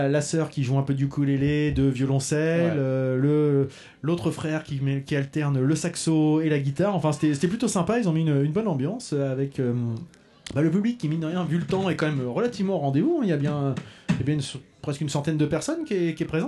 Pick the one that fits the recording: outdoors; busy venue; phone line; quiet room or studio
busy venue